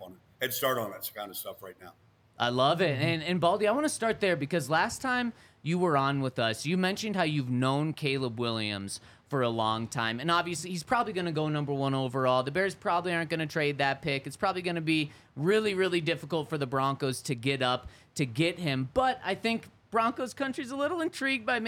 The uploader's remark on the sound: coming to you LIVE from the DNVR Bar